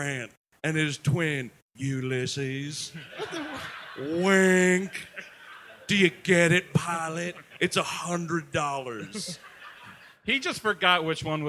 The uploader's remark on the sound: Live at the Gramercy Theatre